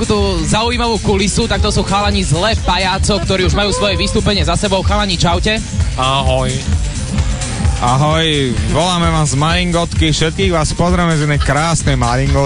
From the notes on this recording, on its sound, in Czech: Živý vstup do vysielania. Živý vstup z festivalu Hodokvas.